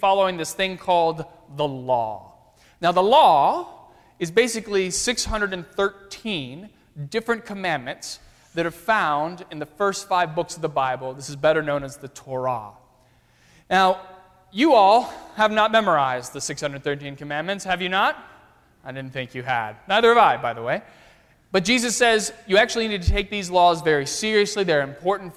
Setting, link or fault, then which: setting, large echoing room